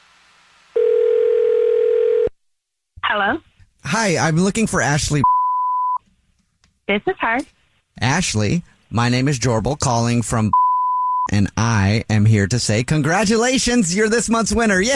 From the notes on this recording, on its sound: on the phone today